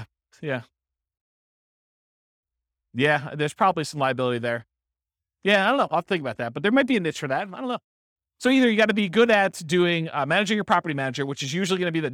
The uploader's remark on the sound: This was a live class recorded